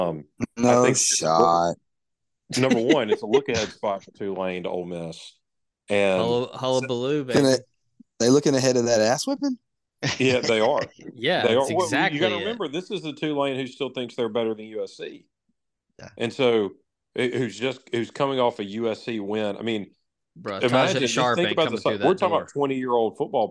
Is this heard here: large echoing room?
no